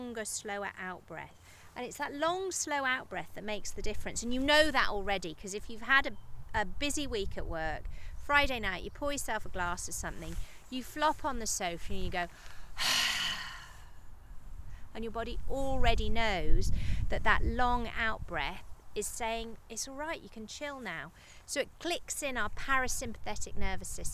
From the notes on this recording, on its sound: on a mindfulness walk, outside in the Welsh countryside